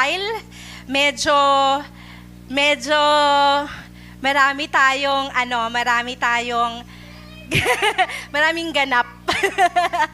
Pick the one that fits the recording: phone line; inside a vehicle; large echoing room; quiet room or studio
large echoing room